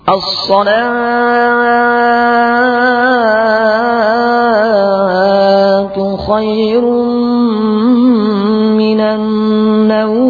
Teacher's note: As-salah pada pertama membacanya lebih dari dua harakat sehingga menjadi as-salatu khairum minan naum.